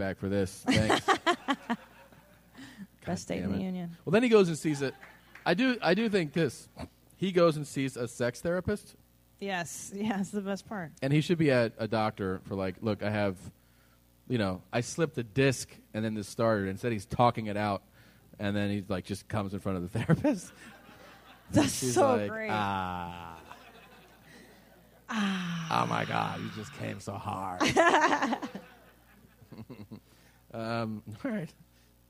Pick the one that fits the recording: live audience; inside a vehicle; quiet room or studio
live audience